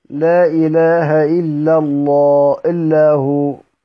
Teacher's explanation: عند من يقرأ بالكسر بيقرأ لتعظيم شهادة التوحيد بيقرأها بالمد. يعني انت اصلا في الختمة بتاعتك بتقرأ المنفصل بالكسر بمقدار ألف أو مقدار حركتين زي ما احنا متعودين، لكن لما تيجي لمد التعظيم هتمده بالإشباع أو بالطول أو بالتوسط على حسب ما انت آخر مد لك في الرواية، زي قراء كتير.